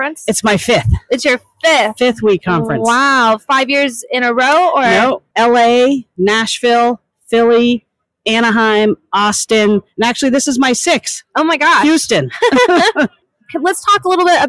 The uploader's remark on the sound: This special episode was recorded live at the WE22 career fair floor in the Diverse Podcast Booth powered by Cummins.